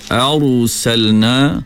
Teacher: Jadi lantunannya sederhana. Arsalna, kita tebalkan sebutan ra, maka diangkat pangkal lidah